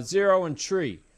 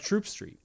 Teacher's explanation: the TH sound just disappears